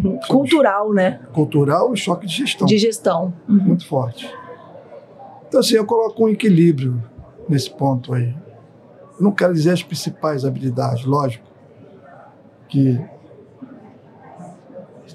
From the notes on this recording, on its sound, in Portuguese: Este episódio foi gravado durante o XV CBESP, principal congresso da educação superior brasileira.